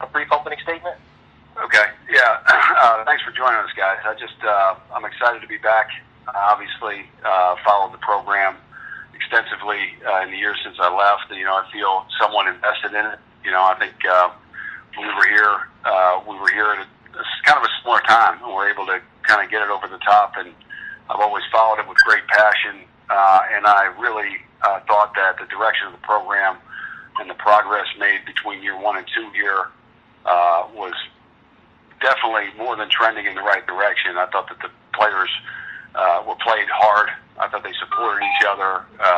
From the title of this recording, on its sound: Full Teleconference